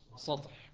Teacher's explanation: صعوبة انتقال اللسان من السين المستفلة المنفتحة الرخوة إلى الطاء المطبقة المستعلية